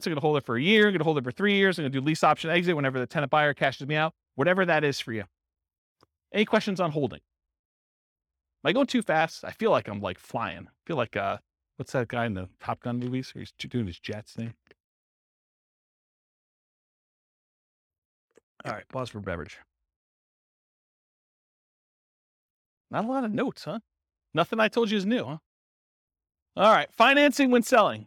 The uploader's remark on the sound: This was a live class recorded